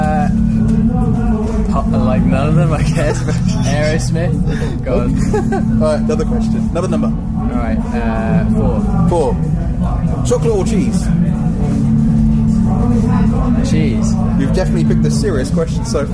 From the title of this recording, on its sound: interview at Victorious Festival 2017